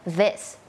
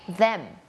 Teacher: เสียง voicedเนี่ยแปลว่าเส้นเสียงของเราเนี่ยมันจะสั่นแต่วางปากเนี่ยมีคล้ายกันมากๆเลยค่ะคือวางที่เดิมเลยคือลิ้นอยู่ระหว่างฟันบนกับฟันล่าง